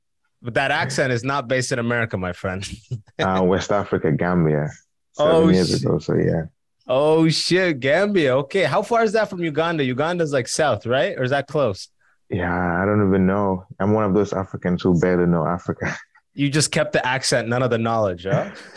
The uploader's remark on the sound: We got on Zoom to chat with some listeners